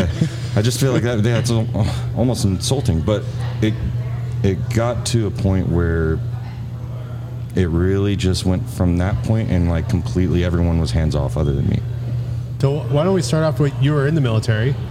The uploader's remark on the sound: Taped at Line Creek Brewing Co., Fayetteville, GA.